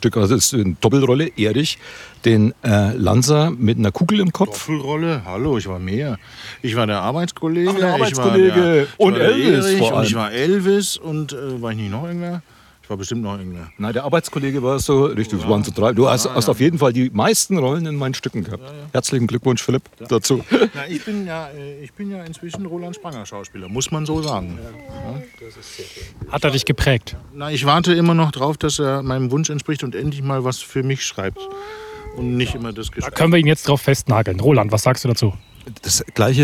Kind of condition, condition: setting, outdoors